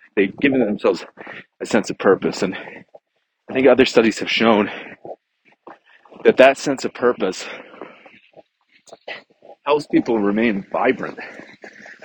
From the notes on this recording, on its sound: This week I am on travel so I had to podcast while walking around the neighborhood…and there happened to be a snowstorm while i was recording. Apologies for the bad audio!